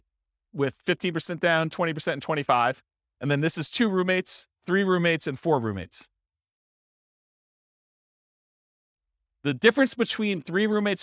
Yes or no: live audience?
yes